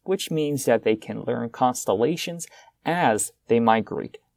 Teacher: So it's a bit strange that we put so much stress on as, because as is a conjunction. · Term: sentence stress